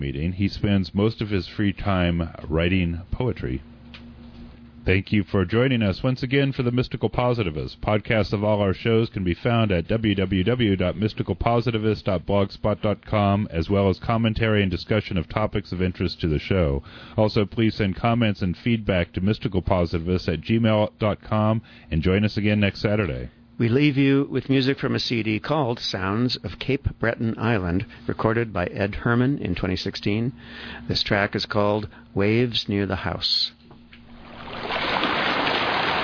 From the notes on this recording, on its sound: we speak by telephone